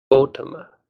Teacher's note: Now, if that consonant is short, stress goes on the antepenultimate syllable, which is the third to last, in this case, the O. So here the stress goes on the O.